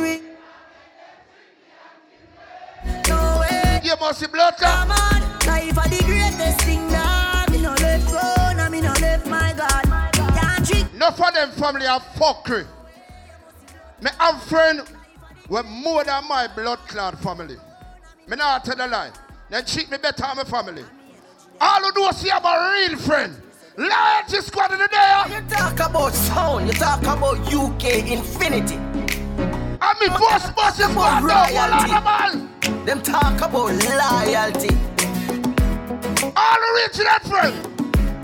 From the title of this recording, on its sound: LIVE AT GOVERNMENT BIMMA PARTY 26TH DEC 2021